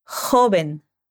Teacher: O J é um som que vem da garganta.